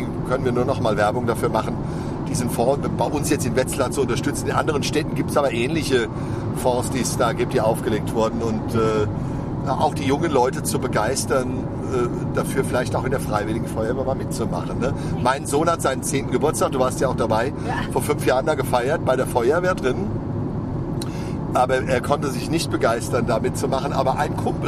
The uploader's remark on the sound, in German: Live aus dem Großtanklöschfahrzeug BJ 1976